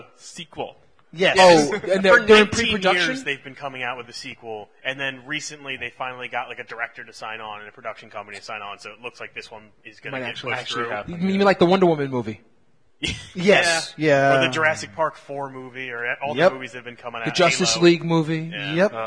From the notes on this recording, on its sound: LIVE AT DEXCON! Our first podcast live from a convention.